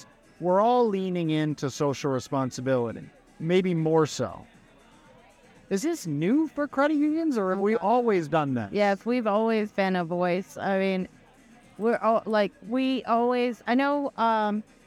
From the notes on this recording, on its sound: Recorded at a live industry event, the atmosphere adds an extra level of liveliness to our conversation.